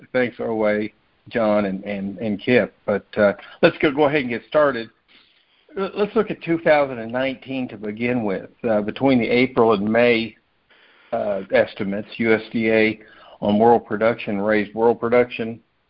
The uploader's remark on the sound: Monthly Conference Call